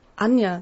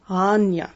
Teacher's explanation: Das ist so ein ganz kleines Knacken am Anfang. · Shown in: first take · Term: Glottisschlag